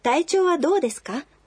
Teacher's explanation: По-японски фразу нужно произносить, повышая интонацию, так как это вопрос.